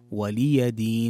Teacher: أن تحقق كسرة اللام في ولي وتوضح كذلك الياء، فتحة الياء